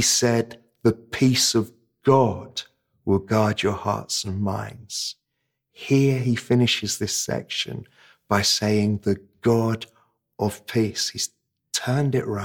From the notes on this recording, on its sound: This sermon was preached at Welcome Baptist Church on Sunday 24th April 2022.